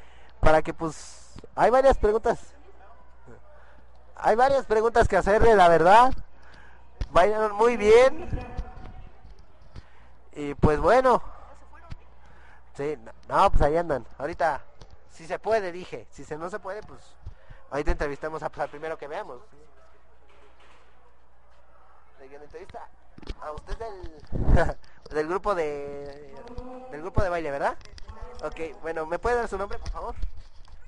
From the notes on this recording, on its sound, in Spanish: Escucha la retransmisión en directo desde la Secundaria 27.